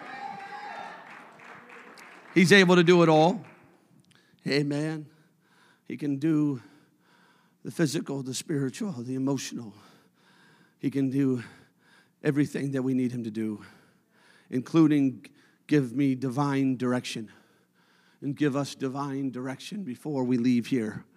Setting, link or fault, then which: setting, large echoing room